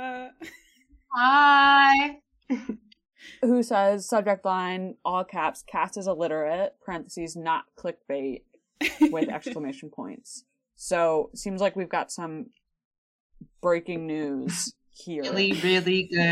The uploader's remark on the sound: We've had to use some back up audio for this one, sorry for the dip in quality.